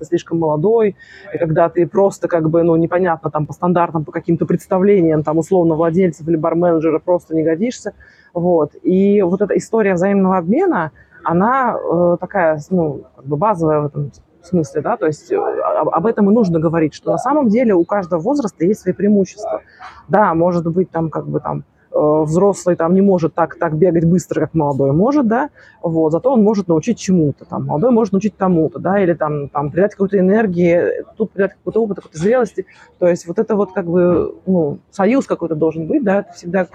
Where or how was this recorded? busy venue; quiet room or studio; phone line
busy venue